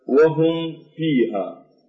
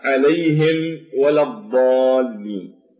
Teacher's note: لقرب مخرج الميم من مخرج الواو والفاء فيلزم التأكيد على الإظهار هنا لئلا يحصل الإخفاء في هذه الميم